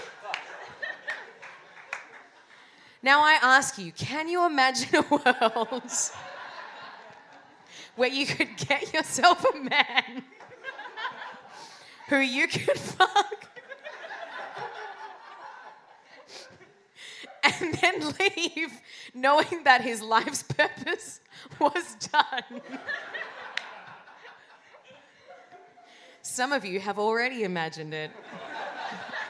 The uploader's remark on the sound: Recorded at Howler, October 17th. Sci Fight Science Comedy Debate is a bi-monthly science and comedy debate held at Howler Bar, Brunswick in Melbourne.